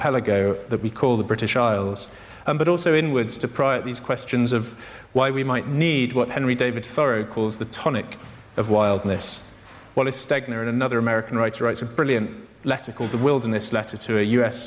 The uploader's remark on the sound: In this event, recorded at the Tabernacle in London On the 12th of June 2012